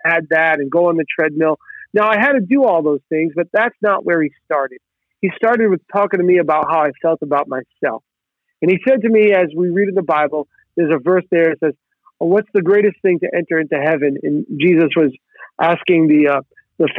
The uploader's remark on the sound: Location: TMB Office, Phone